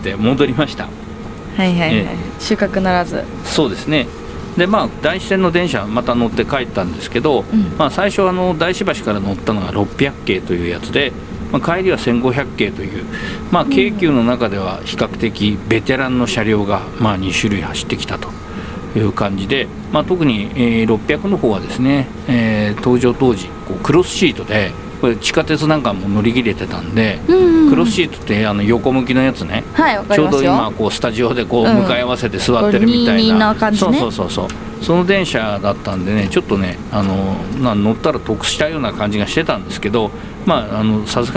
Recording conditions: outdoors